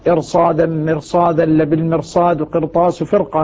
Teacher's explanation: هذه تفخم الراء فيها قولا واحدا لوجود حرف الاستعلاء بعدها